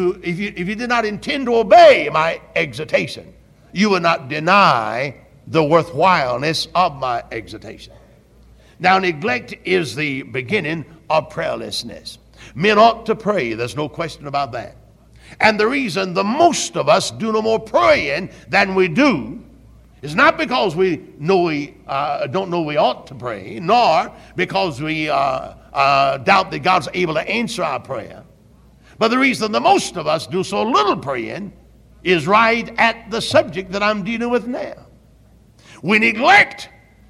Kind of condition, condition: setting, large echoing room